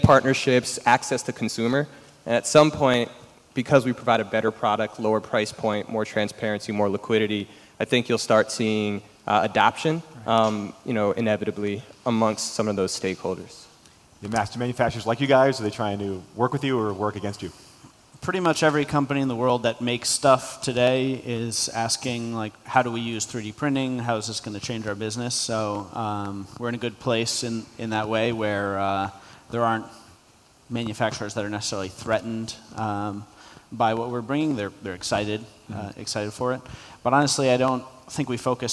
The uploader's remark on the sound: was recorded at the Forbes Under-30 Summit late last year.